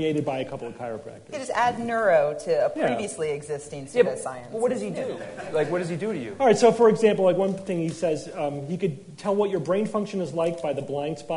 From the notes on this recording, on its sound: Live from NECSS 2012